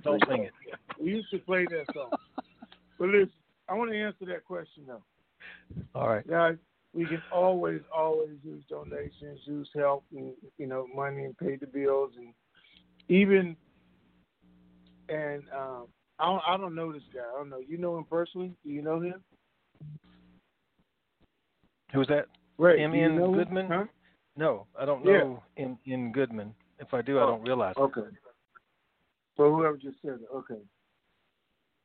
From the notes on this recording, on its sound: TNTSuperfantastic Conference Call